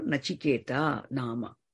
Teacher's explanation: Nominative case, Nachiketaha. But Visarga becomes dropped because it follows the long akara. It is followed by again another consonant. Therefore, Nachiketa Nama.